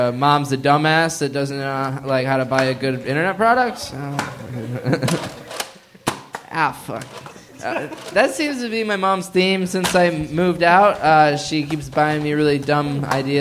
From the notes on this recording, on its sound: This live talk show is recorded in front of a human audience. At Chameleon in Northside, Cincinnati.